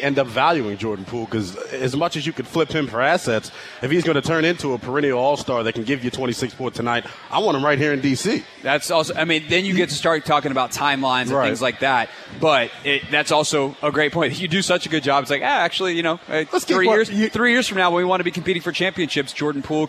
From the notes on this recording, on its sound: live from Capital One Arena